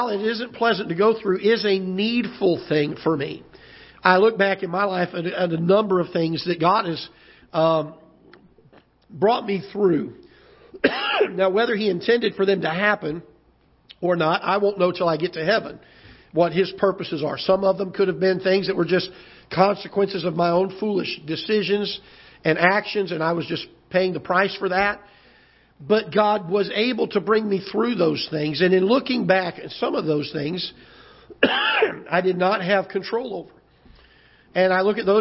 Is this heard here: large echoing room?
yes